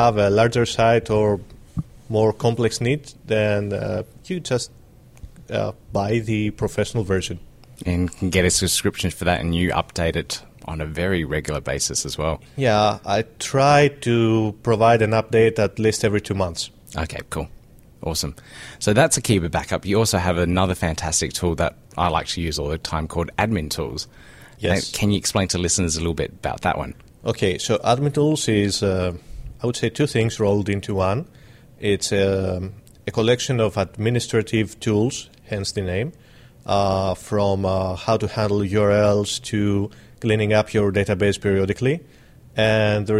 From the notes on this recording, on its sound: We sat down for a quick chat at the Joomla World Conference in Boston in 2013